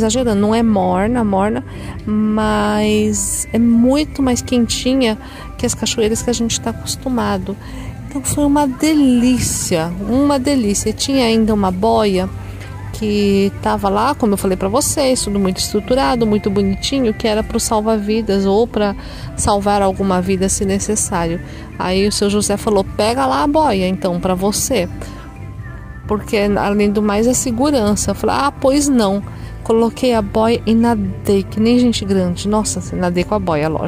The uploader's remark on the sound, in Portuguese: Almas-Serras Gerais-Tocantins. Gravei ao vivo e mesmo com a música de fundo, não deu para disfarçar o som ambiente que tocava no local.